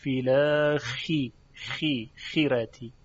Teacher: اما وقتی که مکسور میشه فیل خی خی خیرتی، در اینجا گرچه استعلا داره و در تلفظش ریشه زبان و جذر لسان به طرف بالا و عقب کشیده میشه و استعلا رو ایجاد میکنه، اما تفخیم اون کمتره به لحاظ اینکه مکسوره، یعنی صدا به درشتی خاء مفتوح نیست.